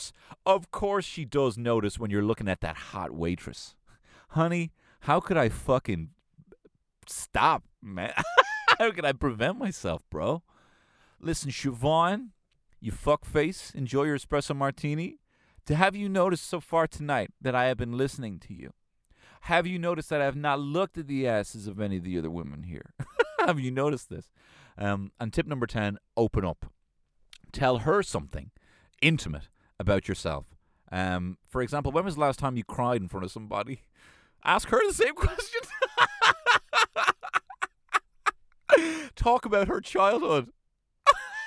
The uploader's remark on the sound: LIVE from my Kia Soul